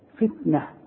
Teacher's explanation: انما نحن فتنة. التاء، التاء المربوطة بتتحول الى هاء